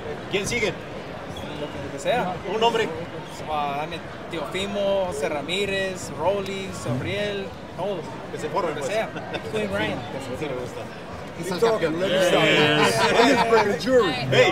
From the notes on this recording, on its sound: Post Press Conference. Full Post Fight Press Conference.